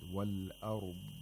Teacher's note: The dad, when we stop on it, we have to make sure that there's no qalqala, and the sound of dad is lengthened. The consonant is lengthened a little bit. · Term: istitala of the dad